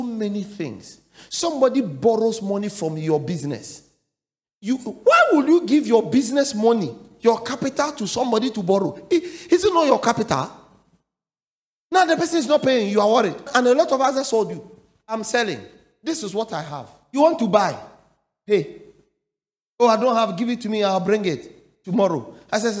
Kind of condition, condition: setting, large echoing room